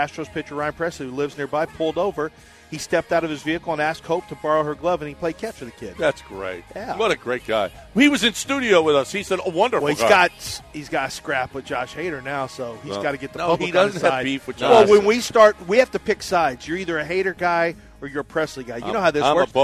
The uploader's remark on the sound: Live from The Golden Nugget